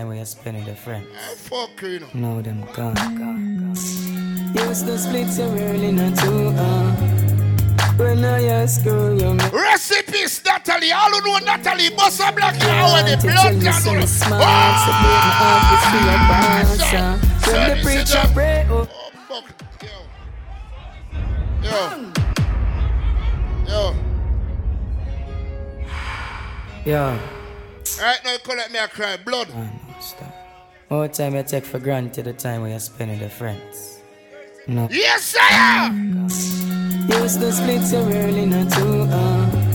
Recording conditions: busy venue